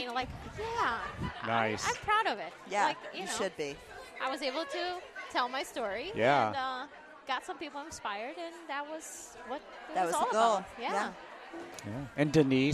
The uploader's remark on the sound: A collection of "Speed Recordings" we got during the "Speed Dating" at the Ladies of the Mill Summit. This week we bring you a collection of "Speed Recordings" we got during the "Speed Dating" at the Ladies of the Mill Summit .